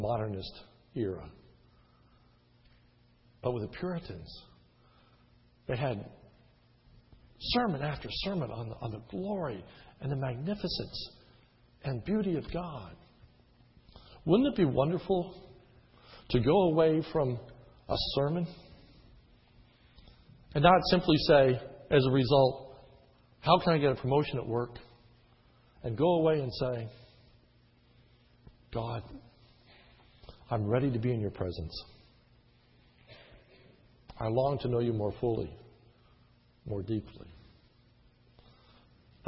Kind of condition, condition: setting, large echoing room